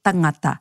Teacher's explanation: I personally love how you can tell a Tūhoe speaker by the way they say tangata. Their NG sound is much softer